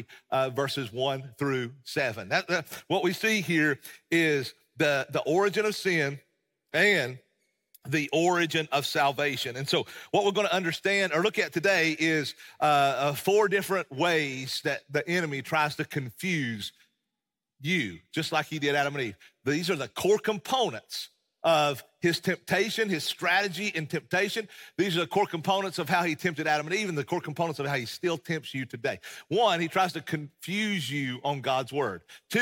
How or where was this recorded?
large echoing room